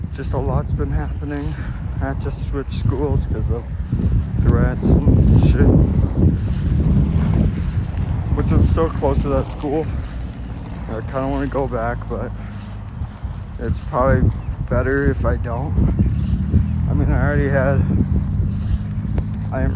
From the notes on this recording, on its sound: Walk and talk